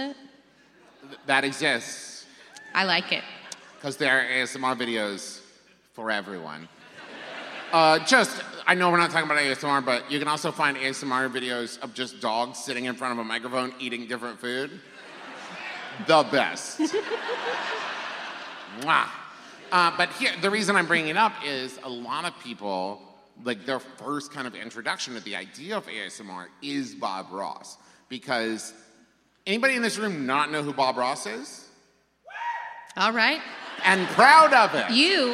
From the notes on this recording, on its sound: It was recorded LIVE in Nashville, TN!